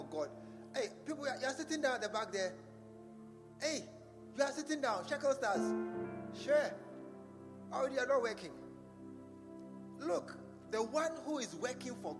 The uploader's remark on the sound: Preached at the True Vine Cathedral